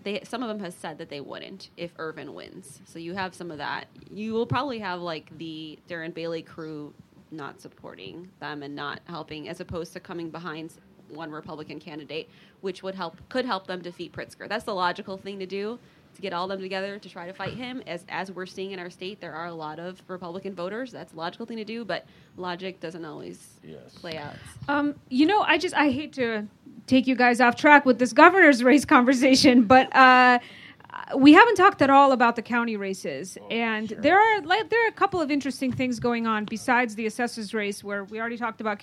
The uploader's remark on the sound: Live At The Hideout